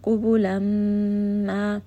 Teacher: These are the letters of idgham with ghunna. So I am going to bring this up into the nose, spend a little bit of time, give it some extra emphasis because it is a meem with a shadda, meaning that it is one of the letters that goes up into the nose.